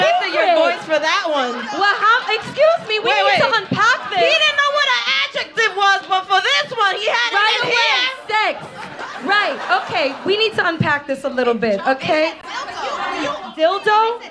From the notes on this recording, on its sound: Live from The Triad Theatre in New York City. Recorded in front of a live theatre audience.